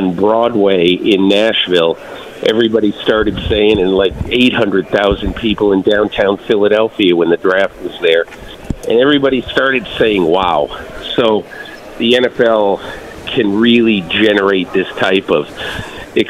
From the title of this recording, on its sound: LIVE at the NFL Combine